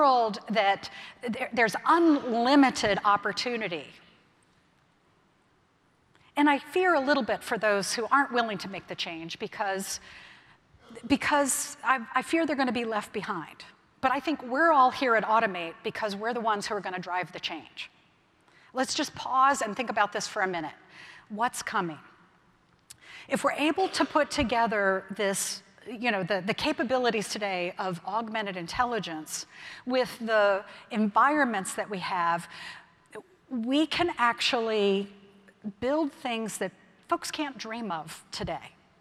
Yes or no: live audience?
yes